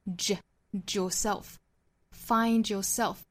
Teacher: find 和 yourself 连读有一个同化